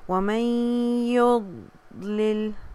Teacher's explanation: میں جو ہے وہ دود ہیوی پاز ہوگا، ٹھیک ہے، یضلل، جب دود کو ہیوی ہم پڑھنے کی کوشش کرتے ہیں تو ایک ملی سیکنڈ کا اس پہ پاز بھی آئے گا، جب دود سکون آتا ہے اس طرح سے، وَمَن يُضْلِل